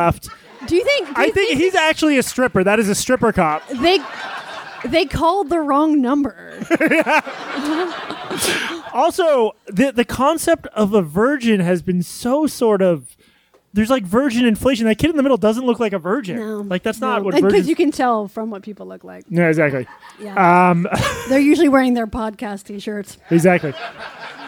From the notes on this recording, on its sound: Live From The Village Underground In New York City. This recording of a live BARPod show in NYC. A livestream of the entire event.